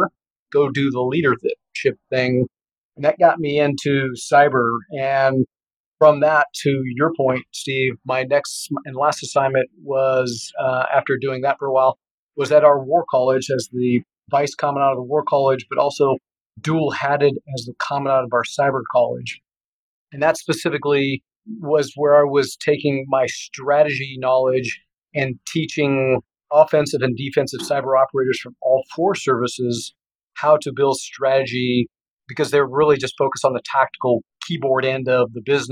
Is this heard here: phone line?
no